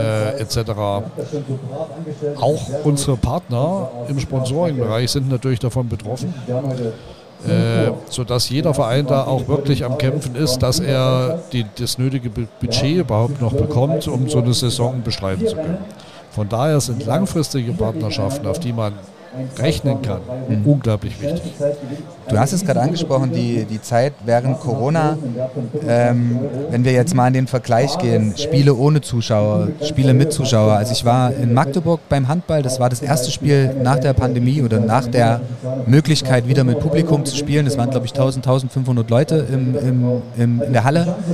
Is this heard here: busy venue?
yes